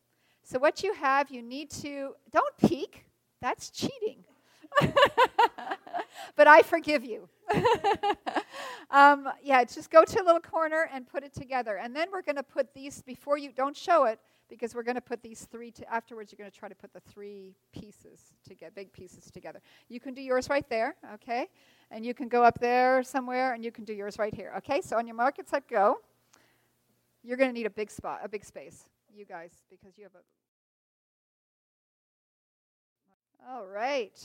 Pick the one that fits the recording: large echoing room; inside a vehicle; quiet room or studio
large echoing room